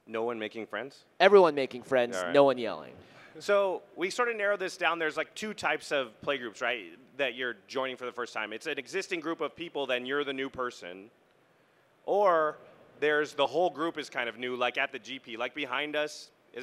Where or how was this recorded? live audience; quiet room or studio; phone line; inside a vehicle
live audience